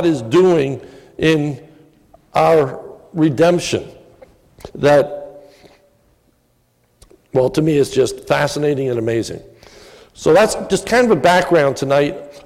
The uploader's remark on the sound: This is a sermon recorded at the Lebanon Bible Fellowship Church in Lebanon, PA on 12/31/2017 during the evening communion service